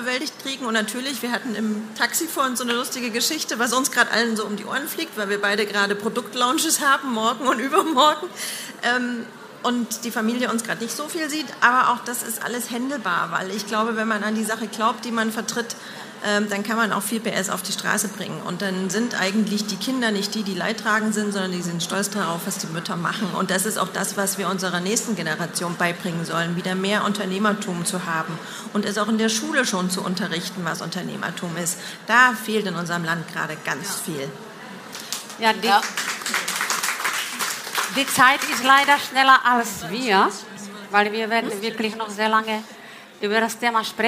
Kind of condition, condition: setting, busy venue